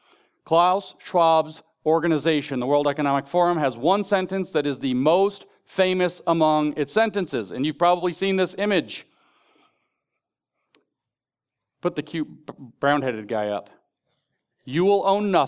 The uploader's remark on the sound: In this ninth session of Sovereign Nations’s "The Theology of Marxism" conference in Phoenix, Arizona, in June 2022